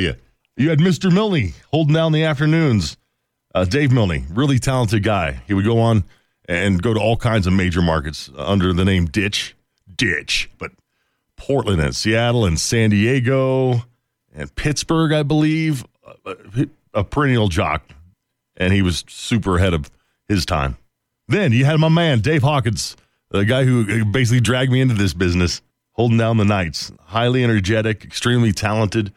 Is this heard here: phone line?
yes